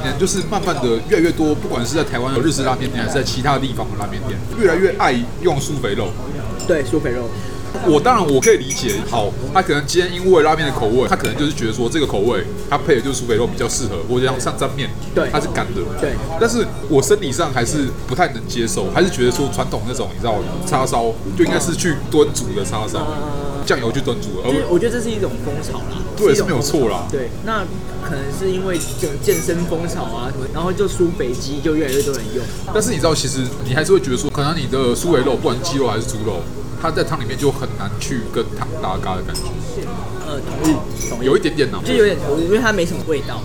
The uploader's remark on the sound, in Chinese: 本集白噪音指數：柔風級 3/5。錄音地點：小川拉麵台灣分店。